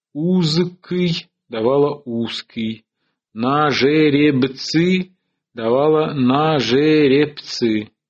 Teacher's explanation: Затем началось оглушение звонких перед глухими.